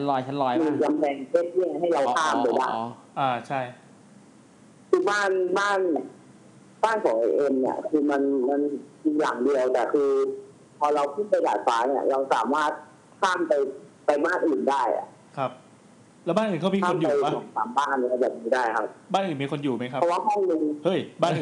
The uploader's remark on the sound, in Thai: ตอนนี้พิเศษตรงที่เราอัดรายการกันในโรงพยาบาลเลยนะ คุณภาพเสียงนี่อย่างแย่.